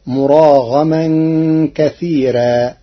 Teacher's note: قرأ ورش كلمة كثيرا بترقيق الراء فتصير مراغما كثيرا لوجود الياء الساكنة قبلها